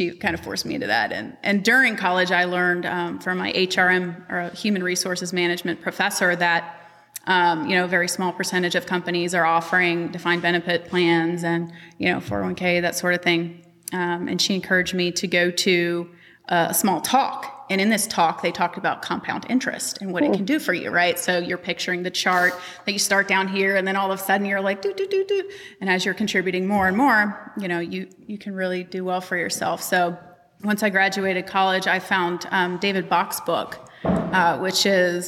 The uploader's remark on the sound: Live from CampFi Southeast. We did mini-interviews with a number of CampFi Southeast attendees.